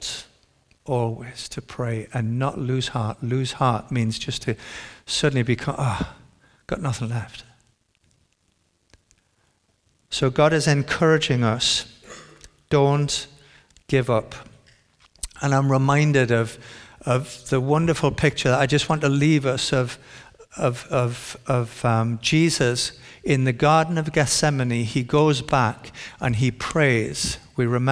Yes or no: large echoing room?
yes